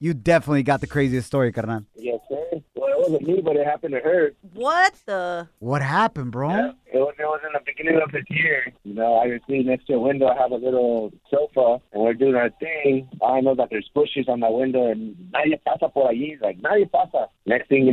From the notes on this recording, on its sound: Today we opened up the phone lines and asked our listeners if they've had "bedroom injuries".